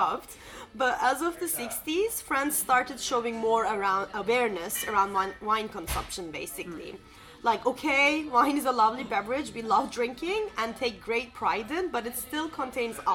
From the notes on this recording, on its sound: We recorded this episode on 16 December 2023, at Bomby’s Cafe. We recorded this episode on 16 December 2023, at Bomby’s Cafe.